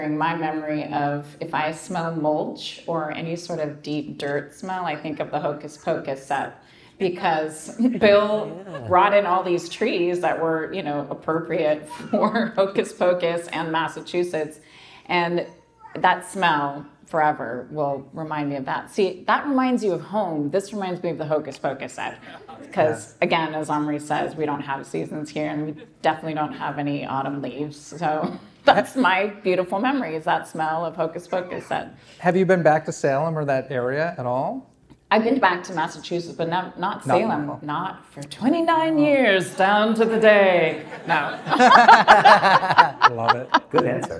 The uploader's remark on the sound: conducted this interview LIVE on stage during midsummer scream